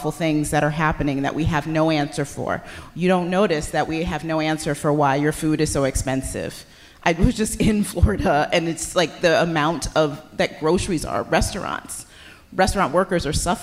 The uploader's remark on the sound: Live in DC. SistersInLaw are live in Washington, DC.